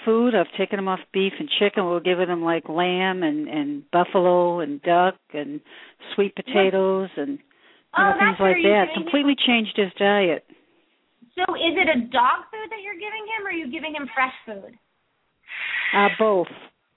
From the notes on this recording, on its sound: open up the lines for listeners to call